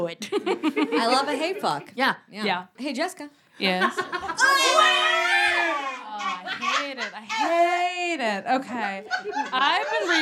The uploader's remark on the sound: Put on their first ever live show. In front of a live audience!